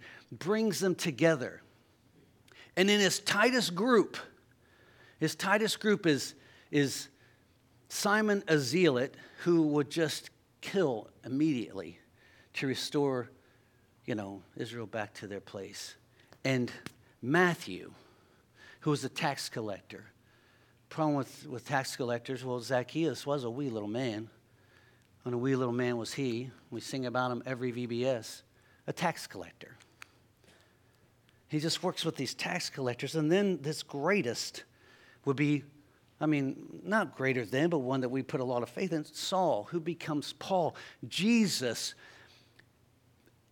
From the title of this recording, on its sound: LIVE Services at Sunshine